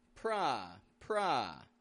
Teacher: We can hear that that first syllable is stressed. Pra, pra. It's getting a short O sound.